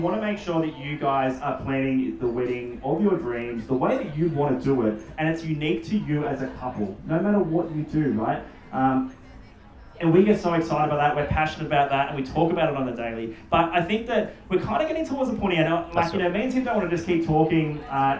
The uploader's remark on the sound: Live Episode. We had the oppounity to talk at The Love A Fair Wedding Expo in Bowral and decided to record our chat. Really sorry for the bad audio, the photographer in the duo forgot to turn on the mic.